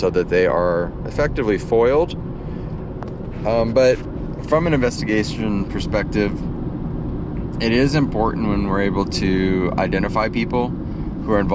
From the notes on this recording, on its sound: In the Car, from the Field...